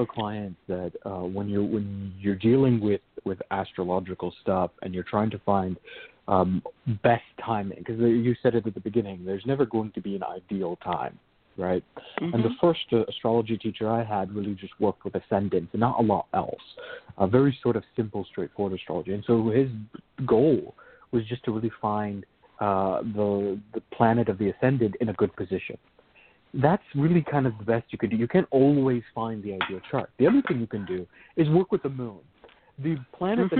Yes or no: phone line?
yes